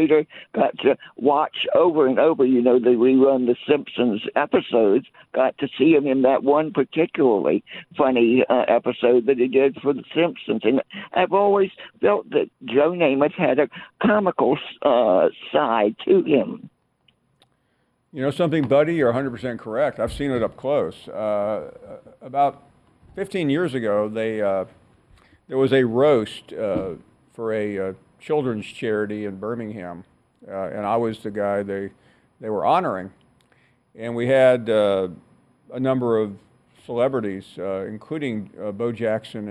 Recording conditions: phone line